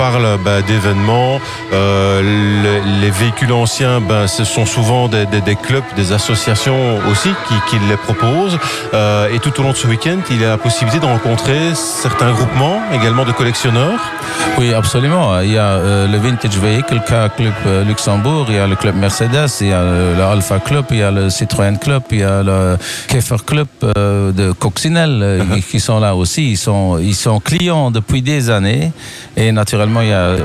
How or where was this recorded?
busy venue